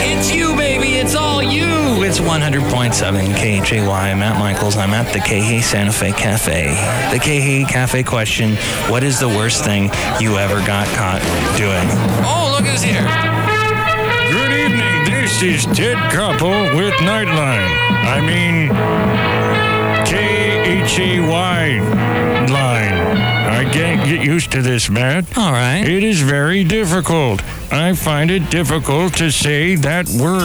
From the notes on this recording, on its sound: podcasts live from Café Anyway